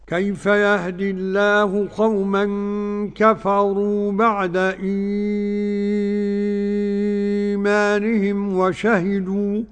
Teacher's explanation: نافع المدني بمد البدل ست حركات